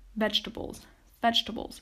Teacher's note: even though this word has four syllables, most often, 9 times out of 10, it's only pronounced with 3 syllables